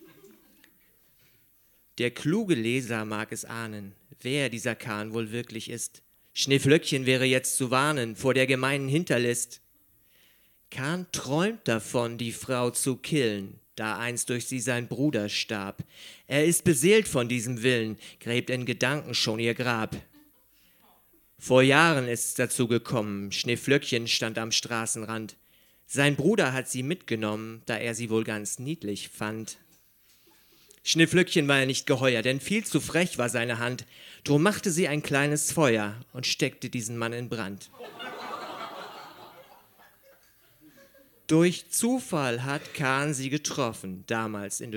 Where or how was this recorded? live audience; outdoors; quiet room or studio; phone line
live audience